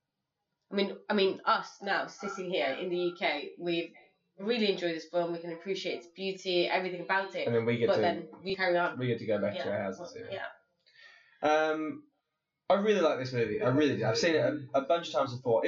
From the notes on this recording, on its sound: The sound quality is terrible but it gets much better after this episode.